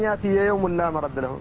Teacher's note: فالياء من يأتي أدغمت في الياء من يوم · Term: أدغموه